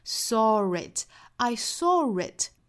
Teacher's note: 后面如果要加元音的时候，这个时候是加 r 的发音的 · Term: 连接音 r